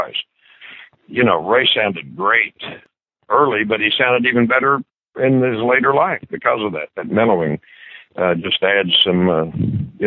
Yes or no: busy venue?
no